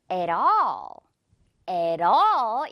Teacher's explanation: 지금 중간에 T 있고요. 양옆에 모음 소리 있습니다. 그래서, at all. at all. 이렇게 시냇물 흘러야겠죠? 리을 소리 난다는 거.